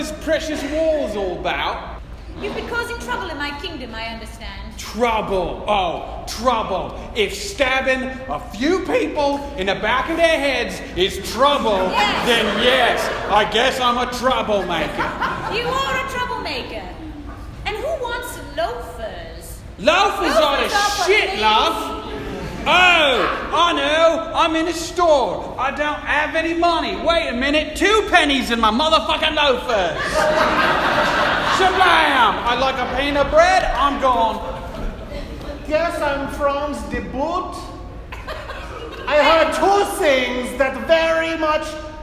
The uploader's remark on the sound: LIVE uncensored episode recorded at The Establishment in Rock Island, IL! In front of a truly enthusiastic and fun crowd.